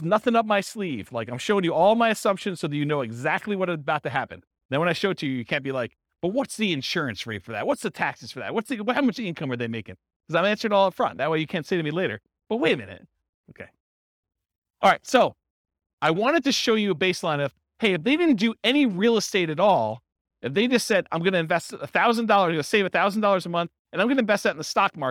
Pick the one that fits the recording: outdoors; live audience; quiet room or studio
live audience